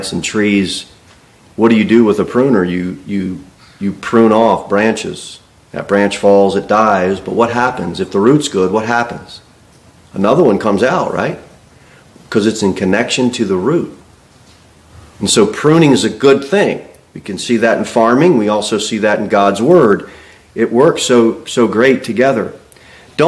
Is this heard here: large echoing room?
yes